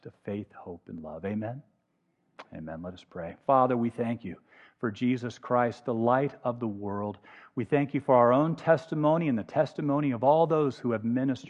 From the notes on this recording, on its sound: Walking in The Light is a podcast of the Sunday morning worship service at Laguna Presbyterian Church.